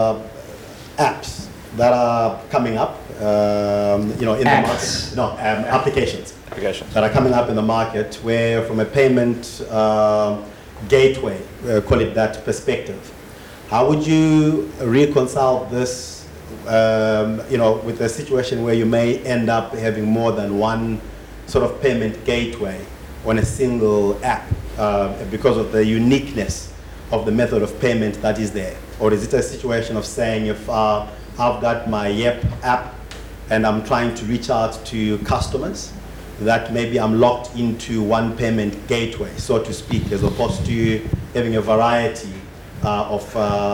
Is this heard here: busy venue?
yes